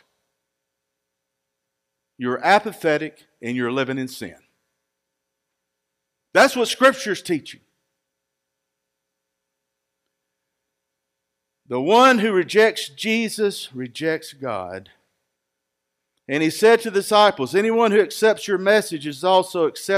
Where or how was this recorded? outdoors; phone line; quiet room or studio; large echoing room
large echoing room